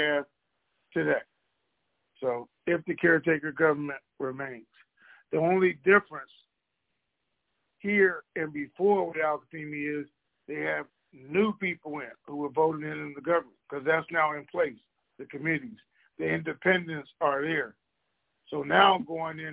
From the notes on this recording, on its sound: Conference Call.